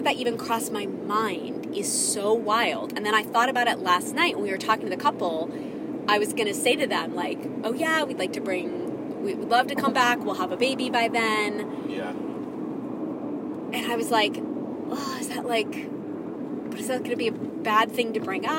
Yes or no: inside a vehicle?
yes